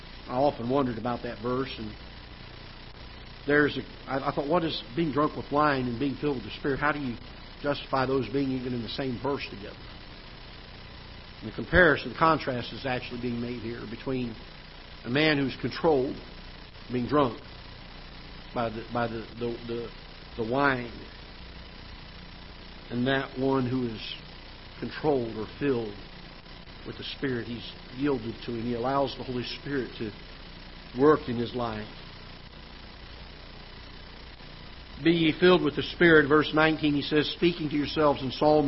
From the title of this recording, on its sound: Ketha Heights Baptist Church ~ Live Broadcast